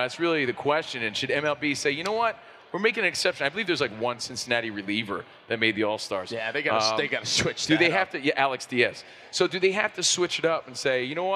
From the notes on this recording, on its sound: Live again from NBA-CON in Vegas!